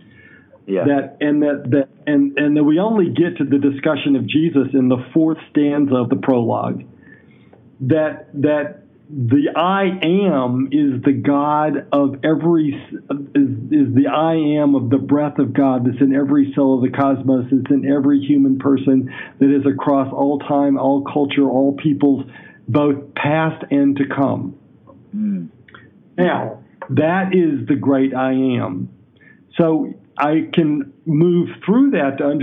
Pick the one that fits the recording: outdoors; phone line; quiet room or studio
phone line